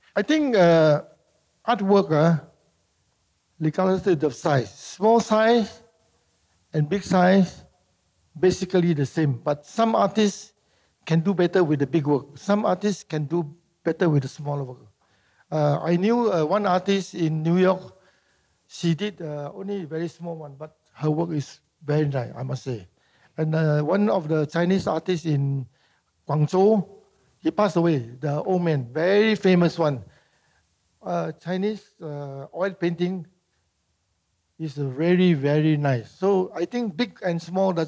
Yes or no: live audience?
yes